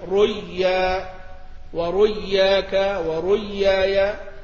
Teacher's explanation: فيدغم هذه الواو في الياء فتصبح ريا ورياك وريايا